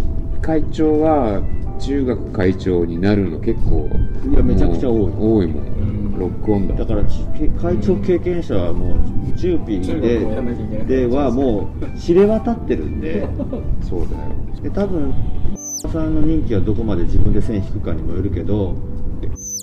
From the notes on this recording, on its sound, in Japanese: 屋外で収録したため、風の音などでお聞き苦しい箇所があります。ご了承ください。